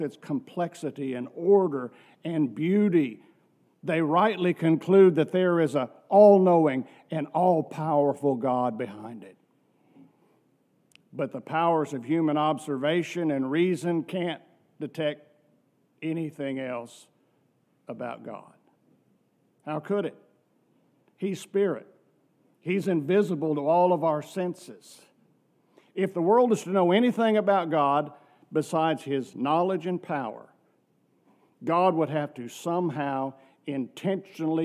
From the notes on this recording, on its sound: from our worship service on November 26, 2023